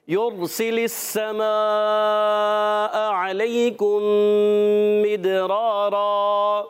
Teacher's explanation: اور یہاں یا را پیش یور، را ساکن سے پہلے پیش آ گیا، را کو پر پڑھیں گے، موٹا کر کے پڑھیں گے، سین کو سیٹی کے ساتھ ادا کریں گے، باریک بھی رکھنا ہے